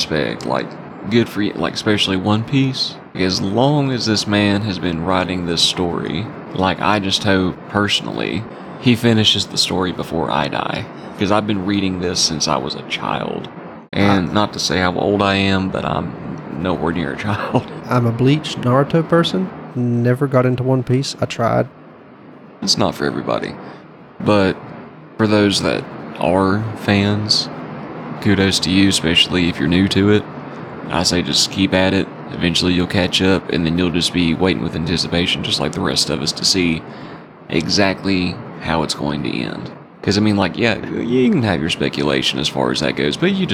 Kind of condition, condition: fault, background noise